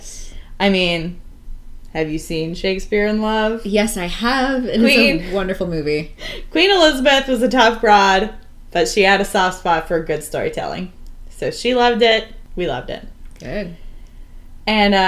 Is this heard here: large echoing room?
no